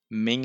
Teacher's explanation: dass eben da das G nicht mitgesprochen wird, sondern es nur sich um einen Laut handelt